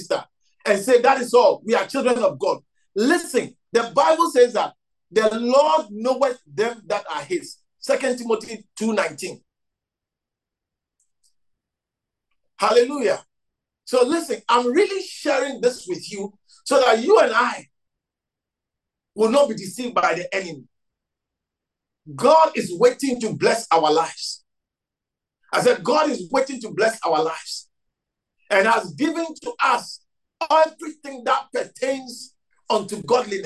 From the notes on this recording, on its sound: message preached at the Living Waters Cathedral